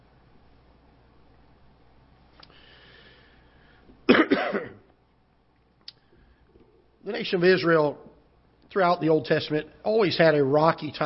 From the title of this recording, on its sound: Ketha Heights Baptist Church ~ Live Broadcast